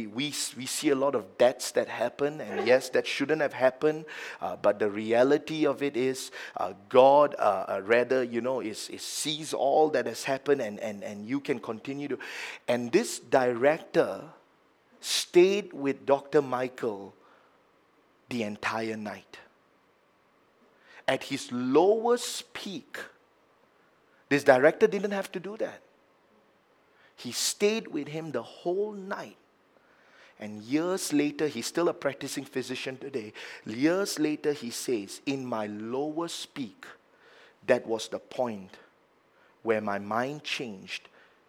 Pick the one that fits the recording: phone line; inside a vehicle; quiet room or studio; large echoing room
large echoing room